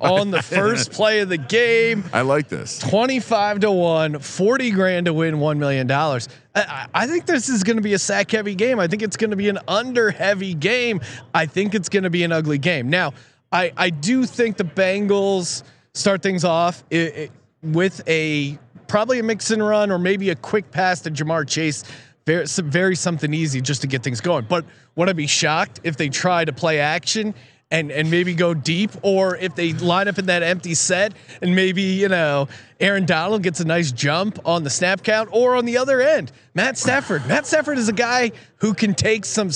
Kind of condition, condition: setting, busy venue